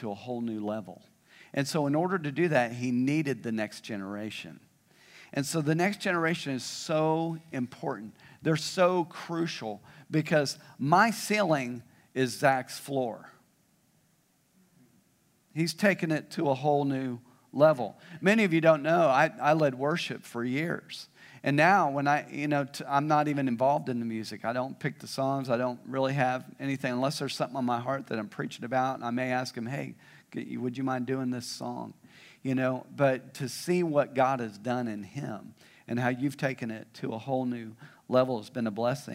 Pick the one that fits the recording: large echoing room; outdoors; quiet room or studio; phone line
large echoing room